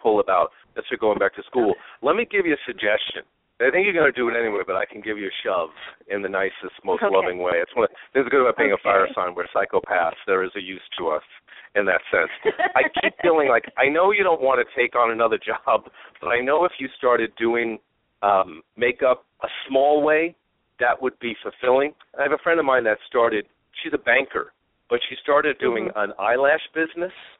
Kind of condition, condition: link, phone line